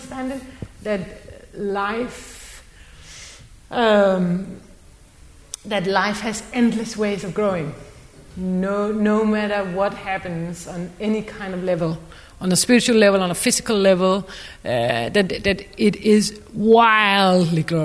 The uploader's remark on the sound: This is our first ever live recording in front of an audience. Sit down with us and a small audience at the Museums Building.